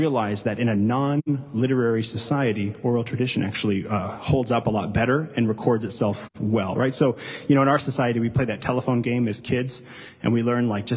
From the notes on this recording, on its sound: Delivered live, at Capital City Church in St.